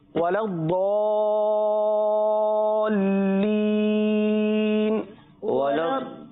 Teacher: اور آخر میں لین ہے، اس کو تھوڑا سا کھینچ کر پڑھیں گے